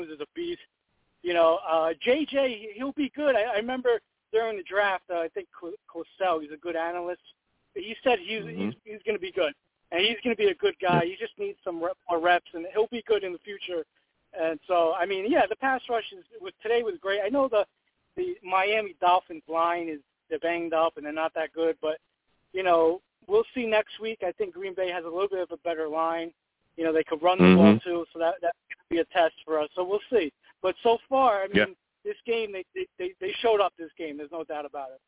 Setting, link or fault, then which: link, phone line